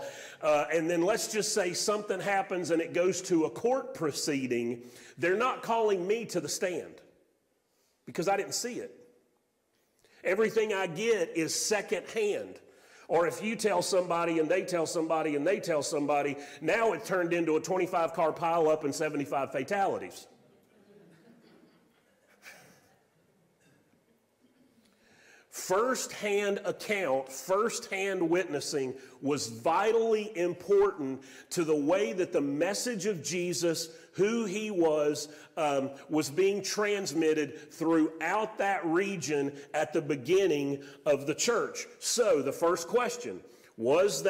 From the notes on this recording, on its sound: Sermon audio from Mission Church in Locust, NC.